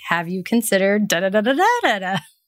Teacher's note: And that also means you can't say a suggestion in the form, like just by raising your voice at the end. So it sounds like a question